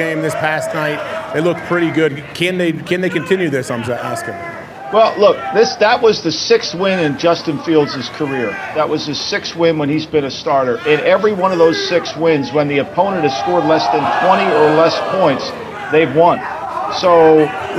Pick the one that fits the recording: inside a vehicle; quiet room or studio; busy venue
busy venue